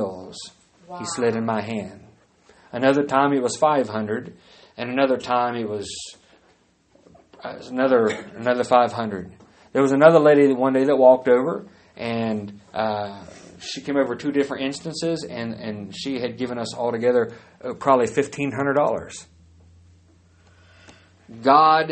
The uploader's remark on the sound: Live service. At Great Plains Apostolic Church in Lawton, OK.